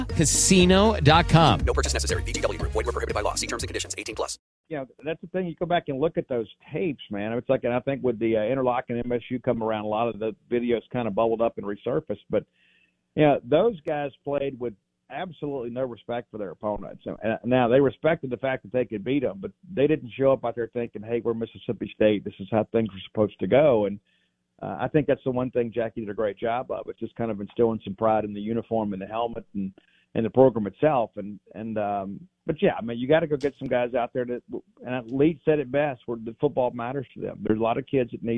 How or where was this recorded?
phone line